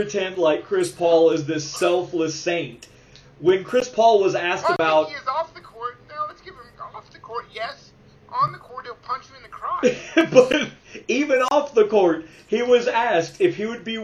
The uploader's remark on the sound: Forgive the terrible audio quality.